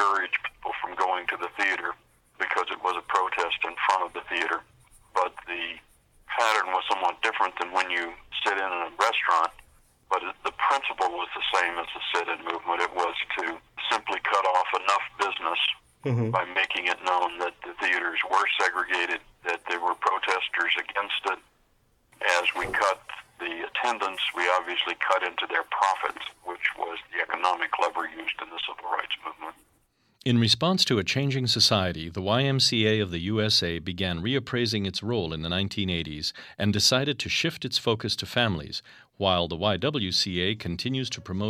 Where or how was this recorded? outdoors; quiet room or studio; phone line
phone line